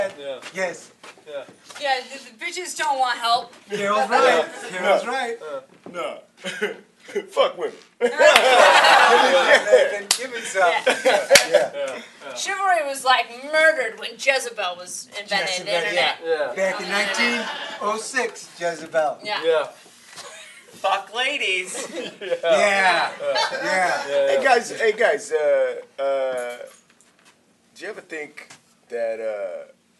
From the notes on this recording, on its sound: Caught up with them at The Steel Stacks Improv Comedy Festival.